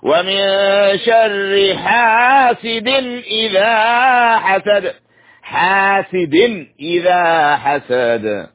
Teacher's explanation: ليس هنا غنة لأنه إظهار تنوين كسر أتى بعده حرف الهمز